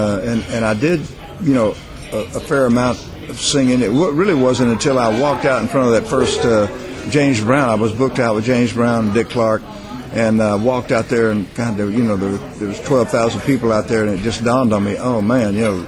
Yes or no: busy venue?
yes